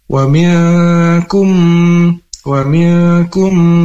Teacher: mim ketemu mim atau disebut juga idgham mimi atau idgham mutamassilan karena kedua mim ini melebur dengan dengung. Wa miyakum wa miyakum, dan ditahan dulu harakat.